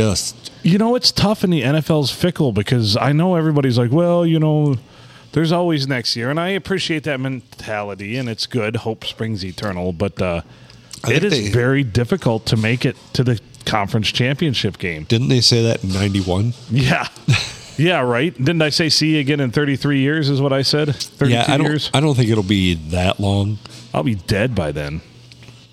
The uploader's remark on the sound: Recorded on a slow Monday night at the Blue Water Sports Bar and Grill in Port Sanilac.